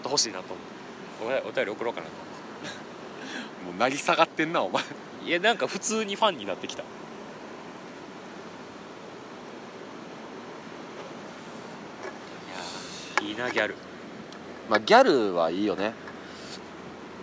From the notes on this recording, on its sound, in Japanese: 夜中の鴨川収録